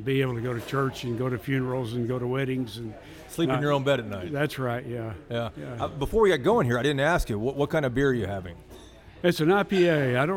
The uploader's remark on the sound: This episode was recorded at the iconic Stoneleigh P in Dallas